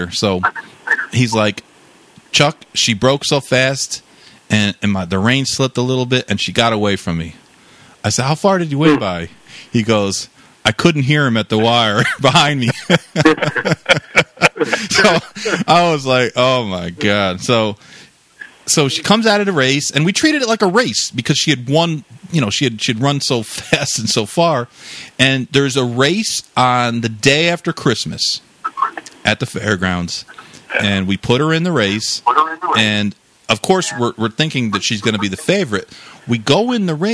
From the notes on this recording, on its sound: Going in Circles LIVE call-in show. We took callers and discussed various issues that listeners were concerned about.